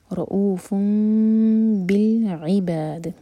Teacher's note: عی پر زور دیں گے اور با چار حرکہ اور دال بالقلقلہ